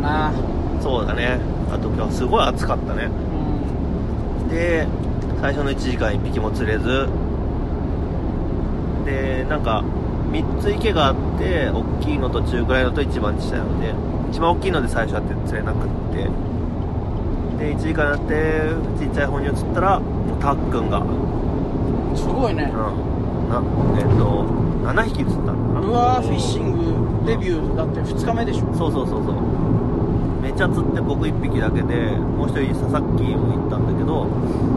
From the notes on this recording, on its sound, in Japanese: その帰りの車の中で。今回収録の途中で誰かが寝ます。